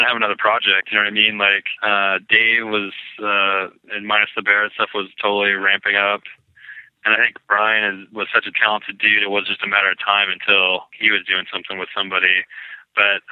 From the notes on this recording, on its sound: over the phone